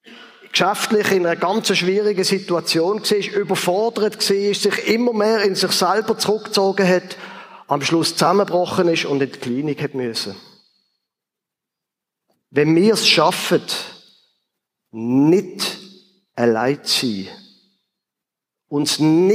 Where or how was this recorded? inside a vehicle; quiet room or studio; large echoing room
large echoing room